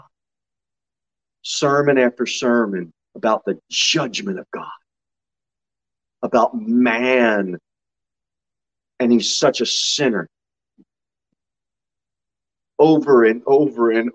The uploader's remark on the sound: Sermon delivered at Pilgrim Baptist Church on Sunday, May 22, 2022 at 6 pm.